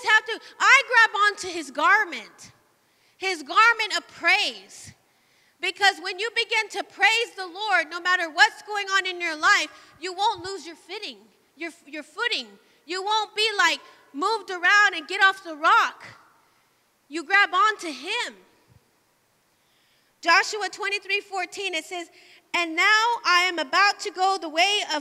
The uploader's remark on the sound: Live from The Emerging Streams Apostolic Center in Stryker, Ohio